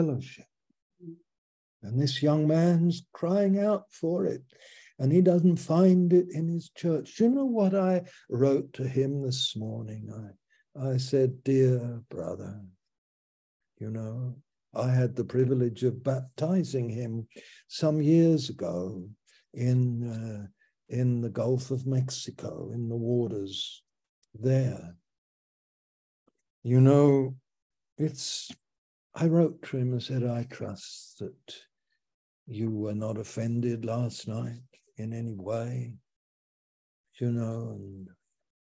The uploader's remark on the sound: Our Fellowship - Malaysia Meets (Zoom)